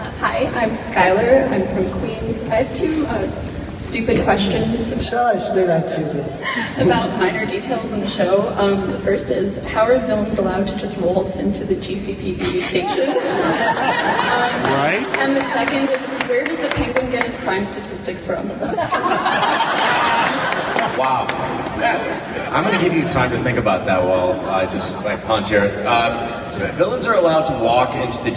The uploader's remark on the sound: NYCC 2017. The full audio from the Gotham panel!